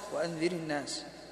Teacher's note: وكذلك ترقق الراء المكسورة كسرة عارضة وصلا